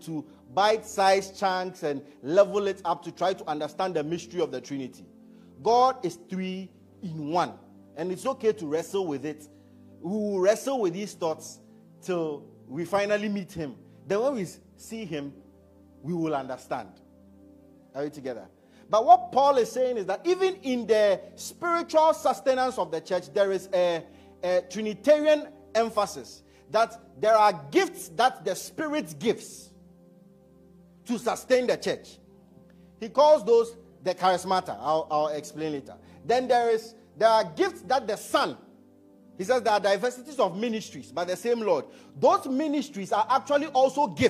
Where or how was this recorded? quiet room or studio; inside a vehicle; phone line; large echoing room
large echoing room